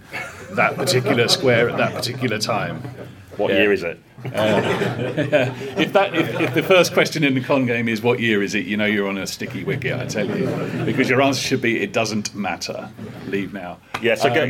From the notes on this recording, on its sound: We’re back with another live recording, this time coming to you from UK Games Expo in Birmingham.